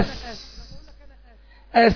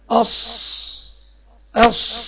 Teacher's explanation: قمت مزود في صوت السين دي، صوت السين عملت له انا تفخيم وعملت له سمن في صوته · Shown in: second take